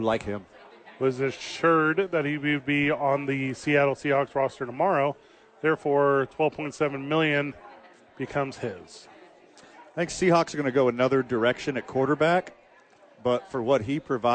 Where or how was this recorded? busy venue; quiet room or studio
busy venue